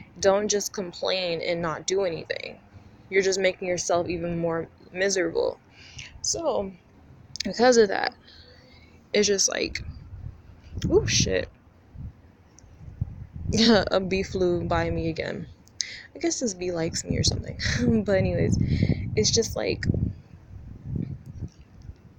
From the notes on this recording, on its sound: I apologize in advance for the annoying breathing sounds. My allergies were acting up that day so I was breathing through my mouth.